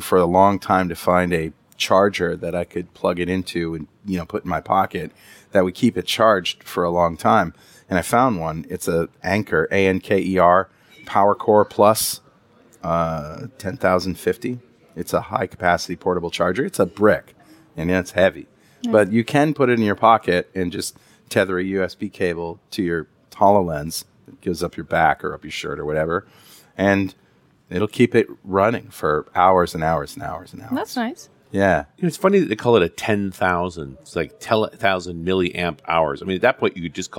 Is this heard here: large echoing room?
no